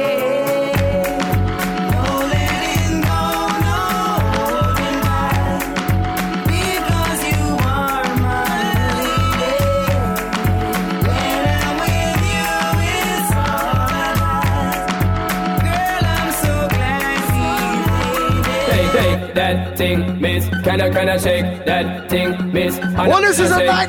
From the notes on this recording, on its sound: Live audio recording of the 90s vs 2000s party